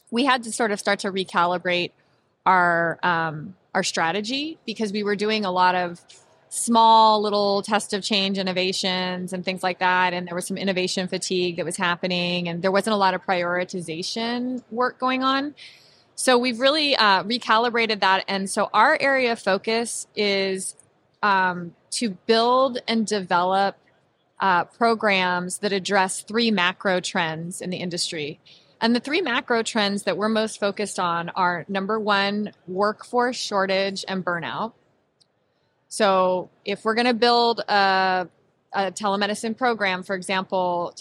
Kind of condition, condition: setting, busy venue